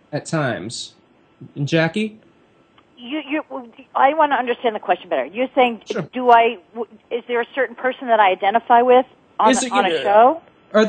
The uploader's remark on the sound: Take calls from listeners who are seeking advice on relationships, parenting, pets, and more.